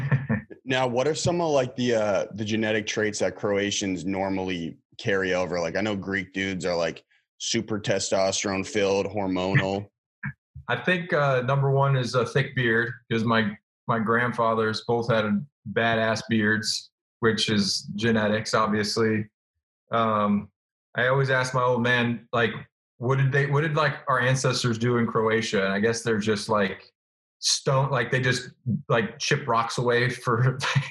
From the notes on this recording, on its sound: This week, we sat down over Zoom